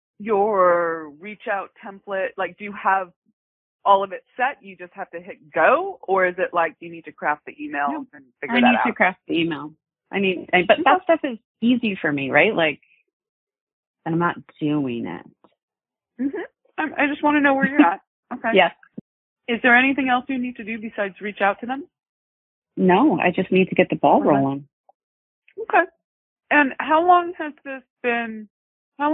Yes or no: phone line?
yes